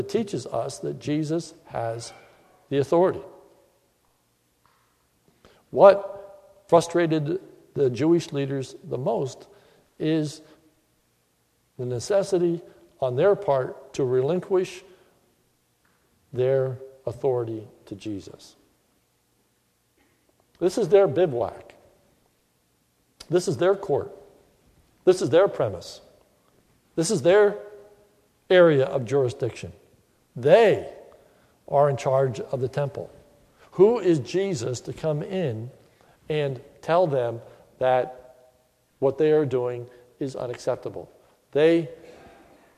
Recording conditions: large echoing room